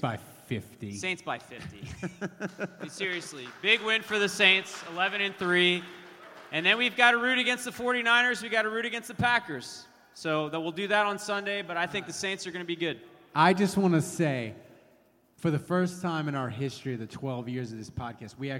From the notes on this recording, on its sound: LIVE SHOW at Tracey's In Irish Channel. Saints Happy Hour did a live show at Tracey's! Basically had a blast with a live audience.